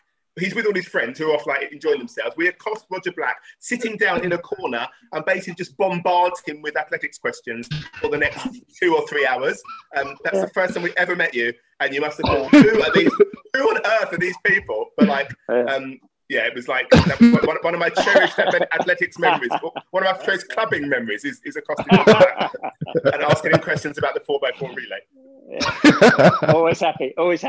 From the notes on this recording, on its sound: A remote recording this week, so no Samson mics in use, and - wow - did we miss our swanky kit.